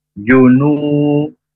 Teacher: Huruf jim dari tengah lidah ke tengah langit-langit. Dan tidak berdesis ya